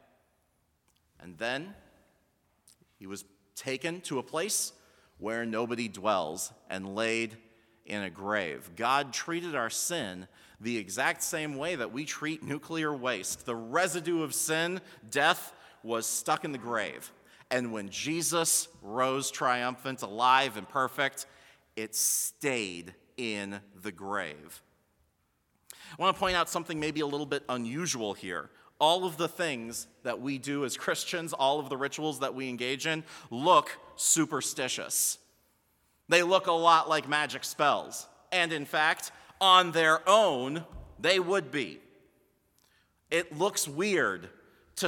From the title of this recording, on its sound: Sermon from BLC Chapel - February 25, 2020